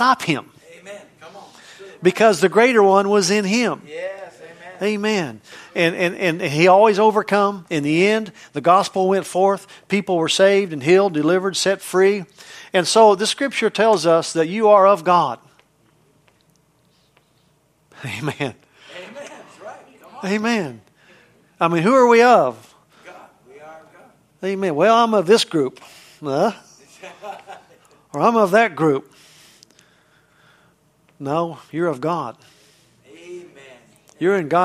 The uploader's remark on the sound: from the Wednesday service on June 28, 2023 at Harvest Bible Church in Stockton, CA